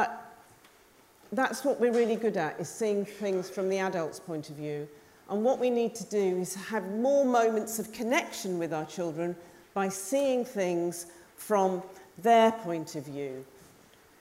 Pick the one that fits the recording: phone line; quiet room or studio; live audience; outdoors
live audience